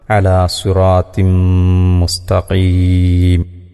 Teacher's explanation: രണ്ട് കസ്റും രണ്ട് ലൊമ്മും രണ്ട് ഫതഹും ആ രൂപത്തിൽ വരുന്നതിനെയാണല്ലോ നമ്മൾ തൻവീനെന്ന് പറയാം. ആ തൻവീനിന് ശേഷം മീമ് വന്നാൽ ആ തൻവീനിനെ മീമിലേക്ക് ലയിപ്പിച്ച് മണിച്ചുകൊണ്ട് ഓതണം.